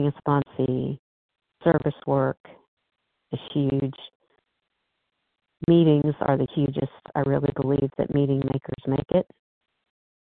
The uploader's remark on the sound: 100 Pounders Phone Meeting